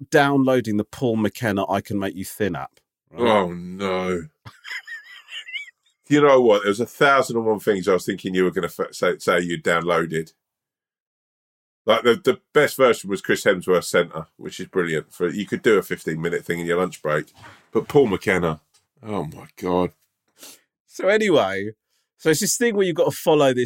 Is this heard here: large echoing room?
no